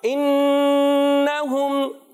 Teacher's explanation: जी हाँ प्यारे बच्चों, हमजा को वाजे करेंगे, खूब जाहिर करके अदा करेंगे, नून मुशद्दद में एक अलिफ का गुन्ना करें। क्या करेंगे, एक अलिफ का गुन्ना।